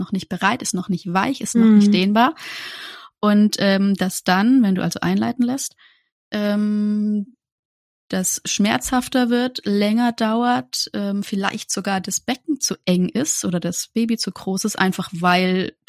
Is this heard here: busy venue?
no